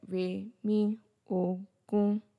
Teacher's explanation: See how my tone rose at the G-U-N